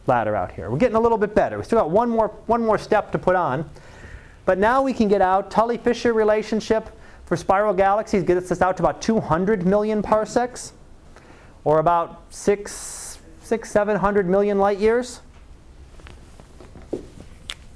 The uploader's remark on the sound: Live Class Lecture.